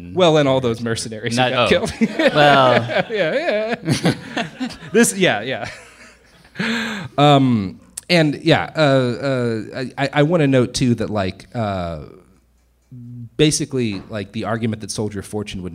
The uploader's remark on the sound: joined live for SF Sketchfest